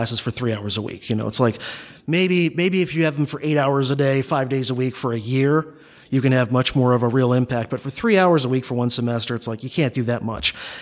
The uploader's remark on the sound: presentation from the Sound Education podcast conference held at the Divinity School of Harvard University in November, 2018